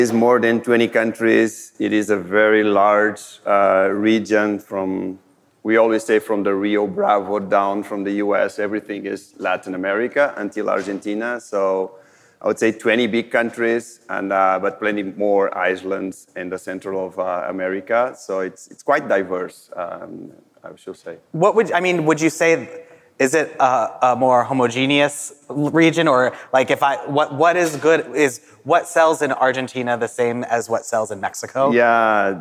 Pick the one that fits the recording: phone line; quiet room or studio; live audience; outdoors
live audience